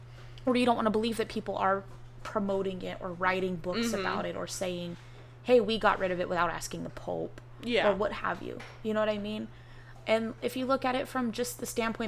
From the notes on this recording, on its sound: DISCLAIMER: Background noise in this episode